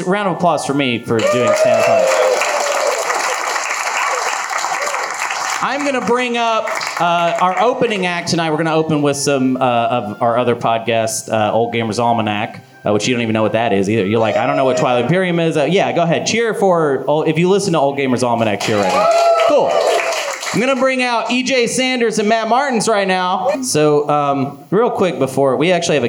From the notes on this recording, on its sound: This was a live recording of the Space Cats Peace Turtles Portland Hootenanny Liveshow at Helium Comedy Club